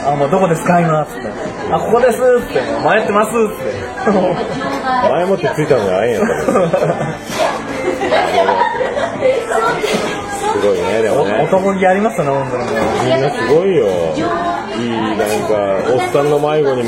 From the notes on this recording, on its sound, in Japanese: 品川飲み会2次会編。2次会開催そして収録。